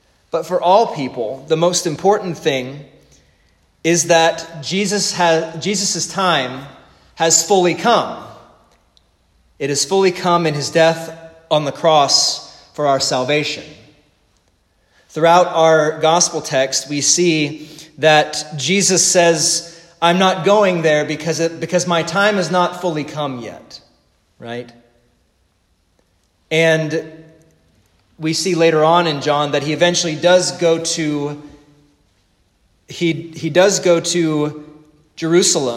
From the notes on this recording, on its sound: The sermon preached at the Divine Service